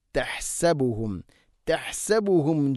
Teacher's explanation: ഷദീദ് തഹ്സബുഹും തഹ്സബുഹും തഹ്സബുഹും അല്ല ഹാ സുക്കൂനാണ്. ഹാന് ഹാൻ്റെ മഖ്റജ് തൊണ്ടയുടെ മധ്യഭാഗമാണ്.